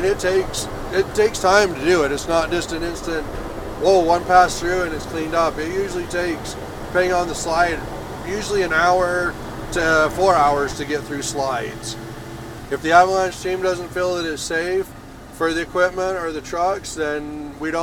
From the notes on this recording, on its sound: The Ski Utah Last Chair podcast takes a ride all the way up to Solitude and Brighton in Big Cottonwood Canyon with UDOT Cottonwood plow driver. Takes us up in a snowstorm riding shotgun in a 30-ton Mack plow truck. Riding the canyons in the dark at 4:00 a.m.